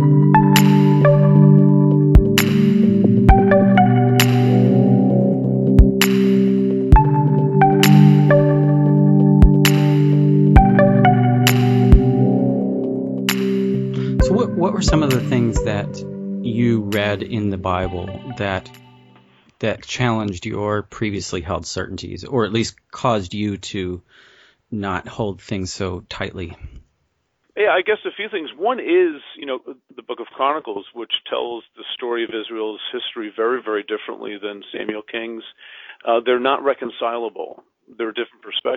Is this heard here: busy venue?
no